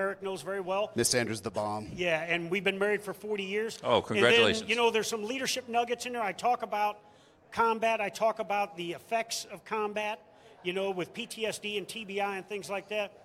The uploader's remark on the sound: Live from MIC 2023